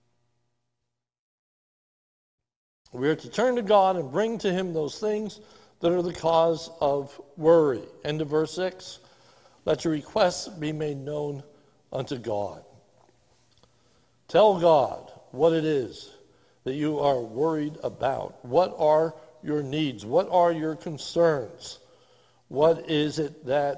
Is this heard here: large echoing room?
yes